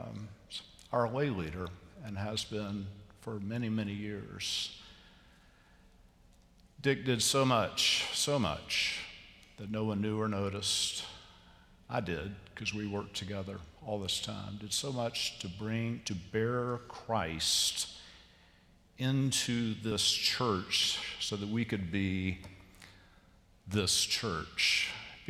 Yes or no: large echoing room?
yes